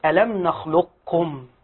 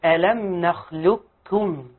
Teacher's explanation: ذهب جمهور أهل الأداء إلى إضغام القاف في الكاف إضغاما محضا · Shown in: second take · Term: إضغام الكامل